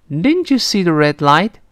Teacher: 最后呢，是声调往上，是阳一点儿，略微往上